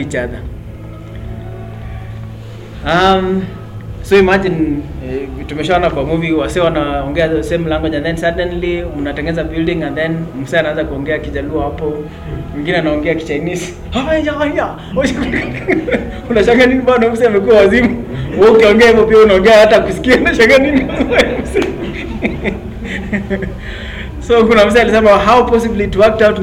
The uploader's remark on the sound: A verse by verse study with a live class held at Sirikwa Pentecostal Fellowship Eldoret on 22 August 2021.